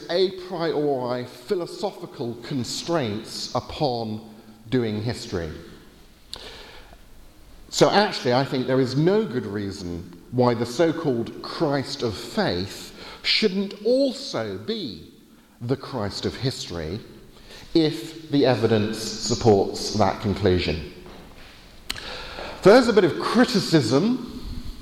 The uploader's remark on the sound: Lecture with Q&A from the Veritas Conference in Norway